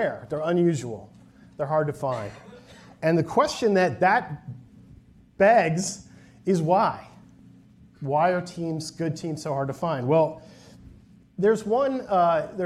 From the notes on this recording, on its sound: a presentation from the recent Wharton Leadership Conference